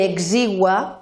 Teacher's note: va de una U, que és la vocal més tancada, a una A, que és la vocal més oberta · Term: diftong creixent